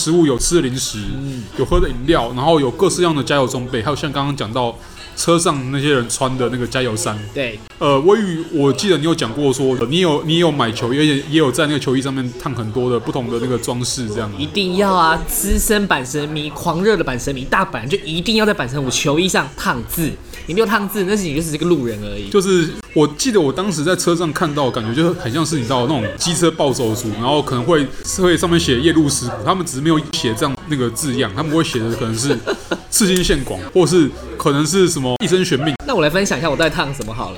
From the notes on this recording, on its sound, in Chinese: 本集白噪音指數：微風級 2/5。錄音地點：西藏廚房。